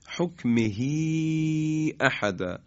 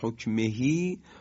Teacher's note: ها ضمیر رو اشباع کردیم، اما همین اشباع در حقیقت به یا امدی تبدیل شده